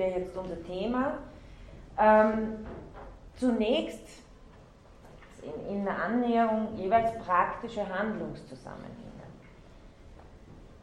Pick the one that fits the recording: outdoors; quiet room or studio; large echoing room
large echoing room